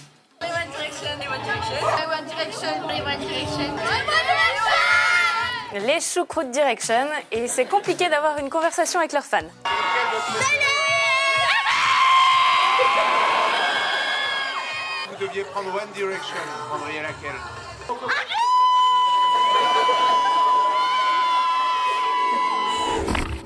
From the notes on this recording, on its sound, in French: Une émission enregistrée au bar The Island de Pernod Ricard France